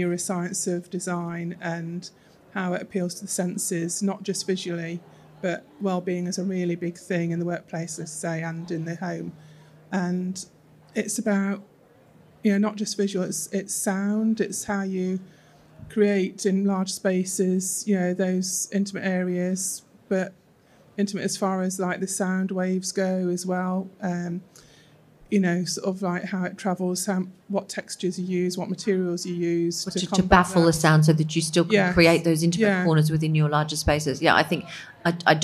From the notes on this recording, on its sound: recorded in front of a live audience at Decorex 2019